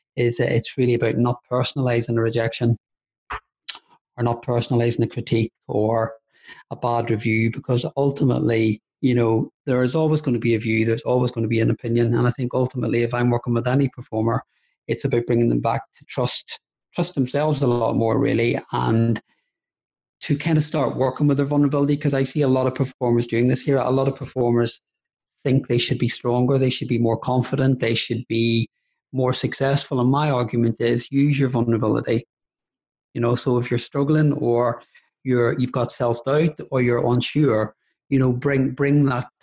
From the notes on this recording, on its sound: Recorded via Zoom, June 2020. Studio facilities provided by irishvoiceovers.co.uk.